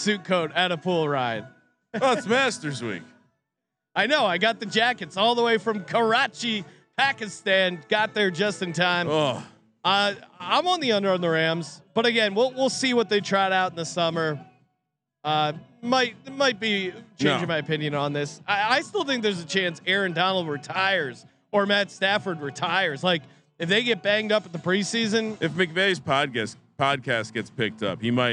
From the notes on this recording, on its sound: live from Circa Stadium Swim